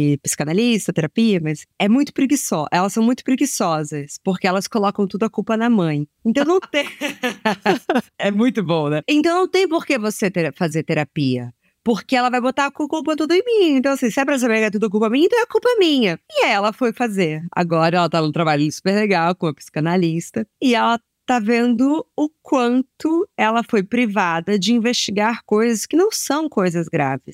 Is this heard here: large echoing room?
no